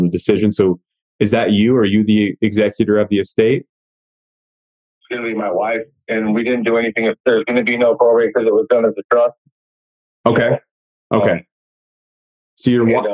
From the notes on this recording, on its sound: During this LIVE coaching call